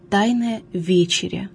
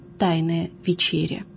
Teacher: В слове «вечеря» ударение должно падать на первый слог. · Shown in: first take